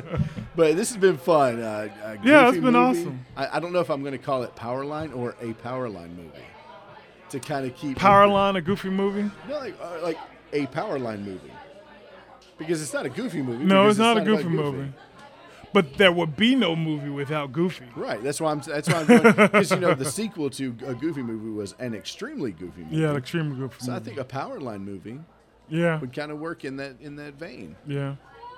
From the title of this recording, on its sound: Live from Covington Comic Con